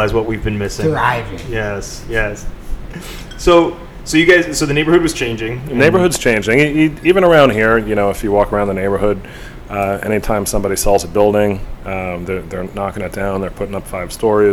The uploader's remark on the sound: In our first “on-location” recording, the Notafoodie team travels to The Astorian, a new bar set to open in, you guessed it, Astoria Queens.